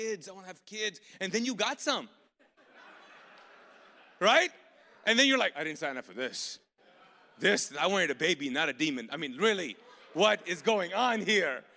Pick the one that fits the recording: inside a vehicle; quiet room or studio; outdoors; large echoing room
large echoing room